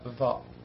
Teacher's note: ليست بطرف اللسان بكل اللسان، لكن الصوت يخرج من الطرف. الضأ يعني يرتفع اللسان كله إلى أعلى، سموه حرف إطباق وحرف استعلاء، يستعلي اللسان وينطبق اللسان على الحنك الأعلى أو سقف الفم. · Term: الضاد